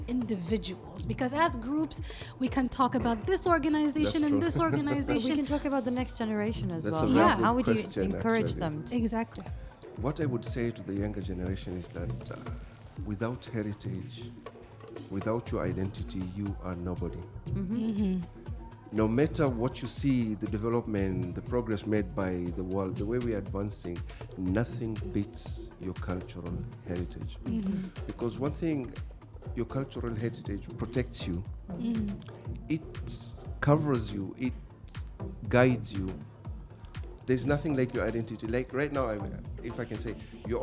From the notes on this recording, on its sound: Live from SHD 2023. Sharjah Heritage Days.